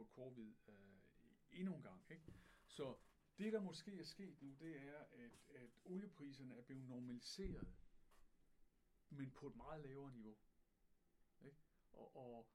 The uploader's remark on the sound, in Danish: Problemer med lyd - Ny version udkommer tirsdag aften !!